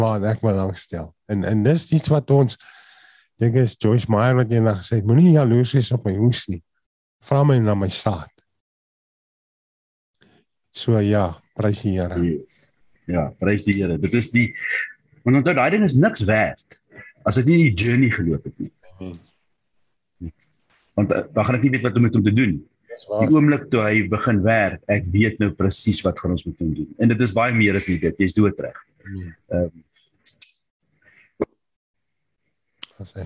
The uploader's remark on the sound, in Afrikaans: Manne van die Woord Zoom Byeenkoms